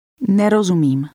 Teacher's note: Did you hear how the speaker stressed the beginning of the word?